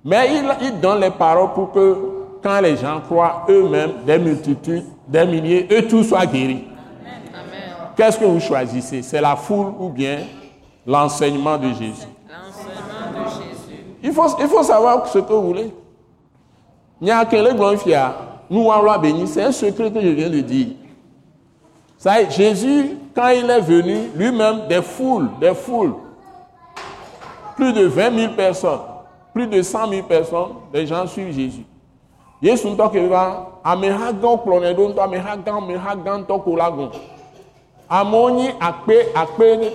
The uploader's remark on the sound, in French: Ce message, enregistré lors de la Soirée de Célébration et de Prière hebdomadaire de l’Église Christ Crucifié en Action (implantée par l’ATAC International), est prêché simultanément en Français et en Mina, une langue locale du Togo.